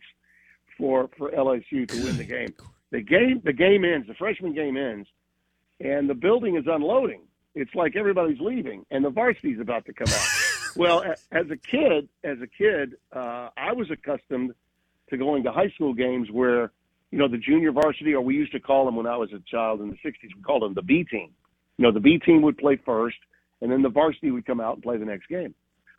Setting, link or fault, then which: link, phone line